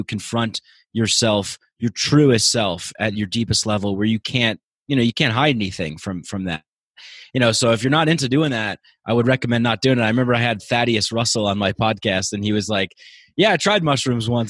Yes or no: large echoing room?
no